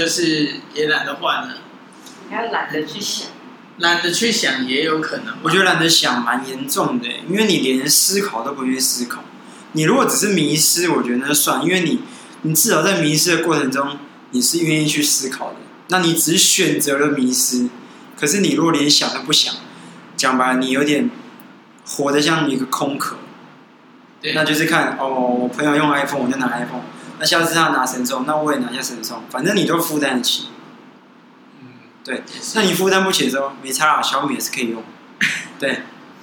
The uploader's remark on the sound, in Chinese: 錄音地點｜ 藍色咖啡館 108台北市萬華區大理街131號。